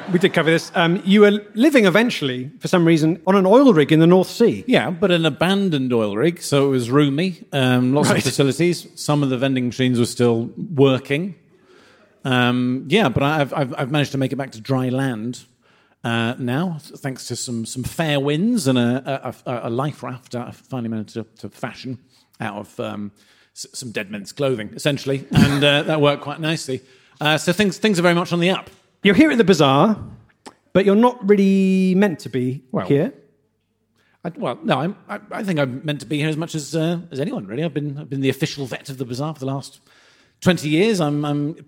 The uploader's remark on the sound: Live At The Great British Cattle Bazaar. Highlights from our recent live show at the Great British Cattle Bazaar.